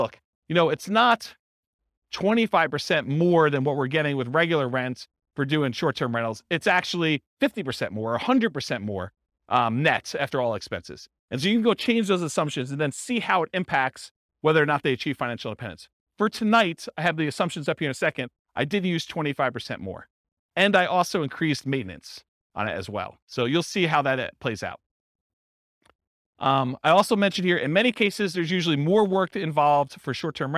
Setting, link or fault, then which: setting, live audience